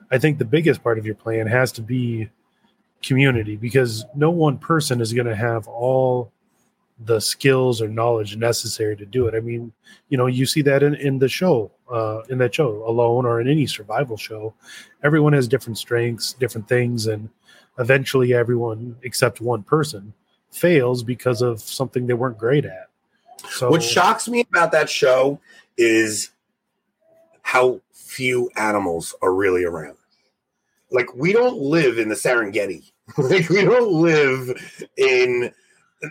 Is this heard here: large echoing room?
no